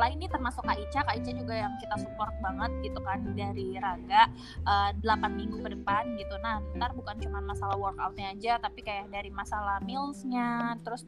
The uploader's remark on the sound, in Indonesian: maafkan soundnya yah aga noisy